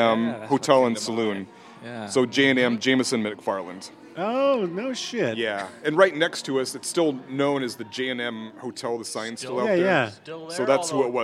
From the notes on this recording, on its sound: In one of Seattle's oldest bars, the Central Saloon in historic Pioneer Square. Recorded live at the Central Saloon on 05/19/2022.